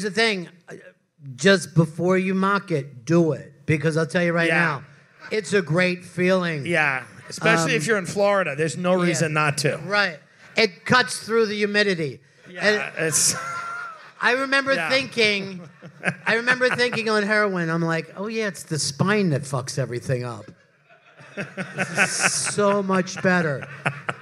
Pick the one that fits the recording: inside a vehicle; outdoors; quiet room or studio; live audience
live audience